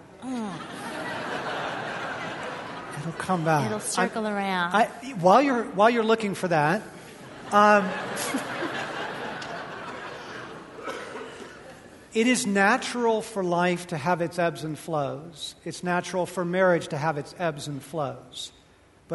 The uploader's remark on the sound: Part 4 of Q&A time from the Love & War tour